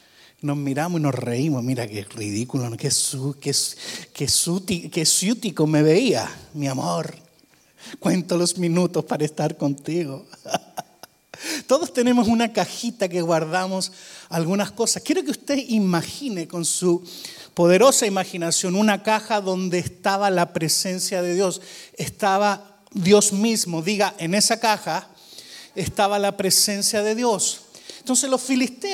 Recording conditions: large echoing room